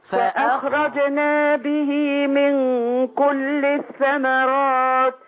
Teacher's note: خلي بالك من السواكن ما تحركيهاش، ما تقوليش فأخرجنا. خلي الخاء تجري معاكي